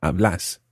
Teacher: So vos hablas, with a stressed second syllable, hablas.